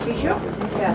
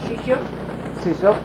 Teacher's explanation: Notice it's sort of a, it's not, it can be sort of a halfway in between an S and an SH sound